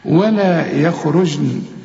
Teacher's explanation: ودي النون برضو جات لنا عشان تعرف ان القرآن سهل. ولا يخرجن، هنا الجيم حنقلقلها عليها السكون